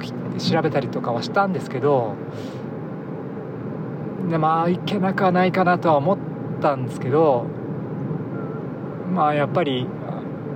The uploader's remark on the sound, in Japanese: IPhoneで録音。